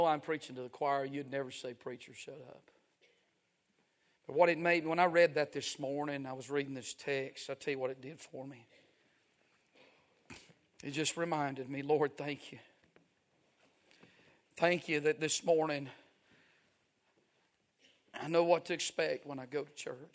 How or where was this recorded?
large echoing room